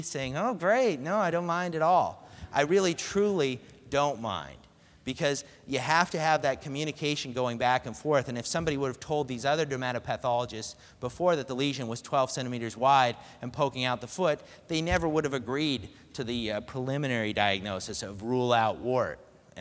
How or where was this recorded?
large echoing room